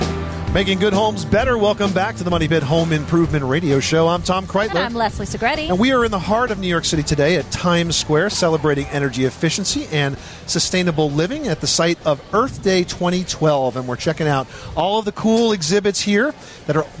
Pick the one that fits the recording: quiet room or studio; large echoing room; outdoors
outdoors